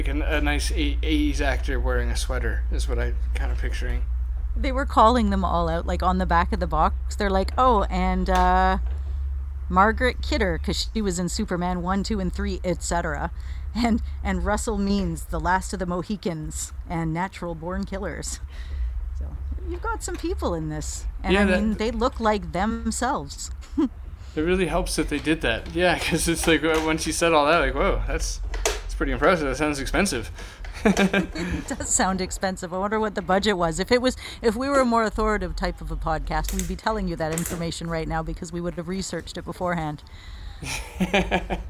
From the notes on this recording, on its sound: We experienced some technical difficulties recording this one so please excuse the background noise